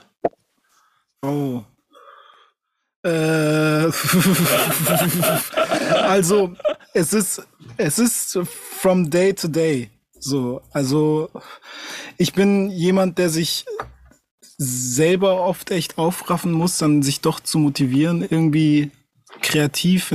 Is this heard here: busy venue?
no